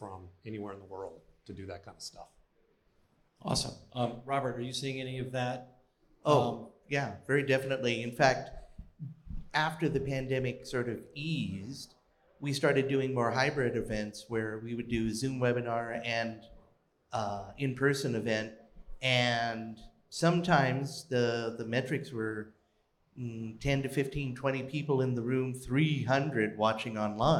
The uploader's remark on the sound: we held a live panel for our POSTNAB tour